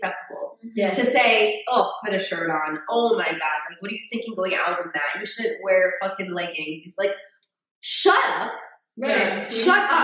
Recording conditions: poor sound quality